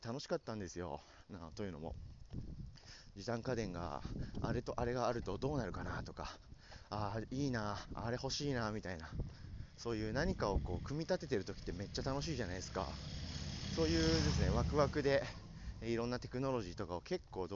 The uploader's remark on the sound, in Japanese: ワイルド音質ver。海を歩きながら優雅に話そうと思ったら風が強すぎて聴けたもんじゃあない音質の方のエピソードがこちらです。